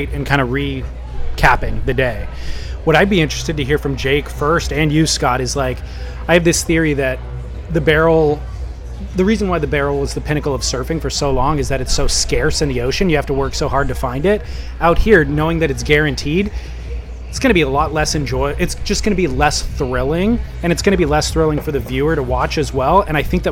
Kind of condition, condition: setting, busy venue